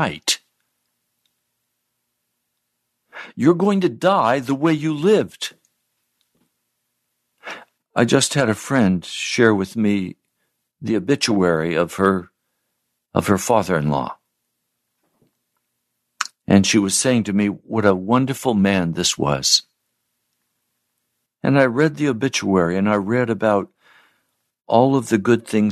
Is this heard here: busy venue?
no